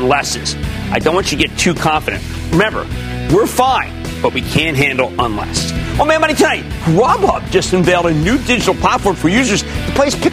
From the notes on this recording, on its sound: from Art Bird in Grand Central Station